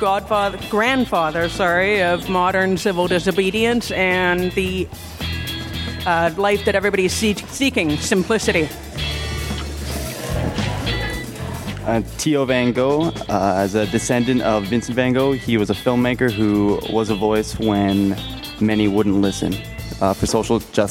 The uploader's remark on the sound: At Fresh Media conference at W2 Arts + Media Centre. In a workshop about storytelling + podcasting.